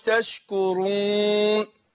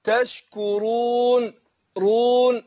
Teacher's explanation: ناخد بالنا ان ما نطلعش الواو من الخشوم · Shown in: second take · ما قولش تشكرون لا تشكرون رون هكذا.